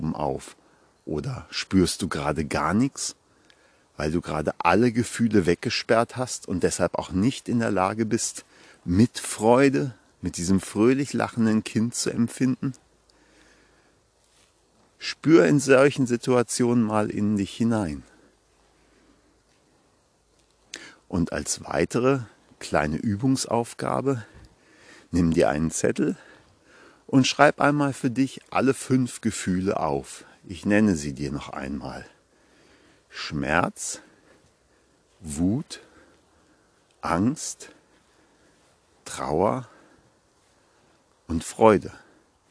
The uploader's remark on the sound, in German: Achtung: live im Wald gesprochen- kann Spuren von echter Waldenergie enthalten. Live aus dem Wald.